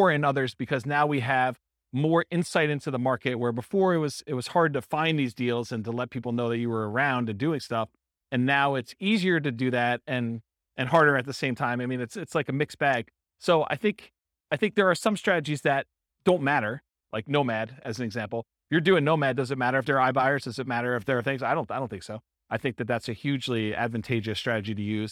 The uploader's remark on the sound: Real estate entrepreneurs in Charleston, West Virginia. This was a live class recorded. The live in-person version.